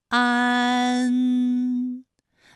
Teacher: 起点元音是前低不圆唇元音啊，舌尖抵住下齿背，舌位降到最低，软腭上升，关闭鼻腔通路啊。那我们从前啊开始，舌面升高，舌面的前部抵住硬腭的前部，当两者将要接触的时候，软腭下降，打开鼻腔通路，紧接着舌面前部与硬腭的前部闭合，使在口腔受到阻碍的气流从鼻腔里透出，口型由开到合，舌位移动比较大。安， · Term: 前鼻韵母